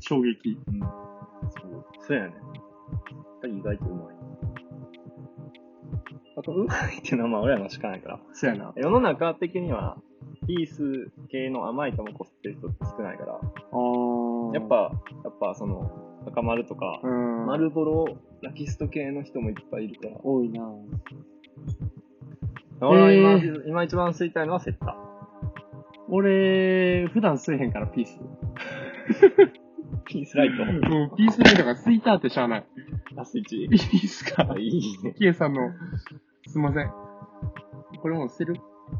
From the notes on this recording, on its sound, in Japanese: 車の中でへんなとこにマイク置いてたから音質むちゃくちゃ悪いです。